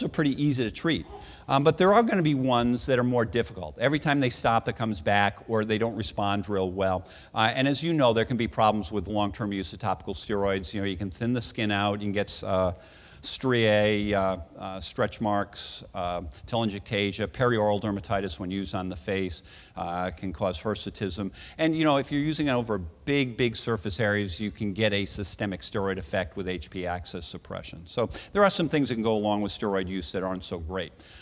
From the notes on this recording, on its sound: Recorded at the 2013 Summer SDPA Conference in St.